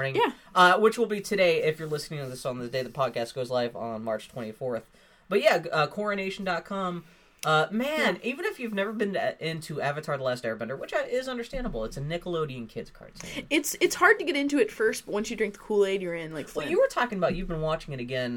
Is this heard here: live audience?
no